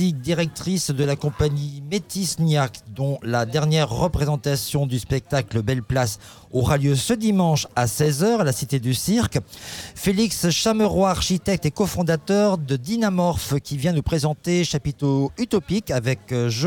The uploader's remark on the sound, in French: la rédaction de Radio Alpa était en direct de la promenade Newton, à l’occasion du festival Le Mans Fait son Cirque.